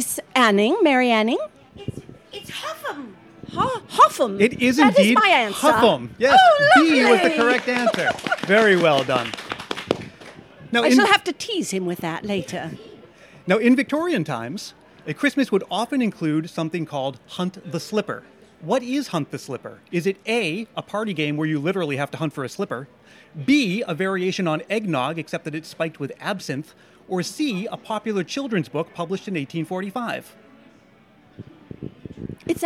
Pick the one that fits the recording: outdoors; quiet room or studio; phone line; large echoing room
outdoors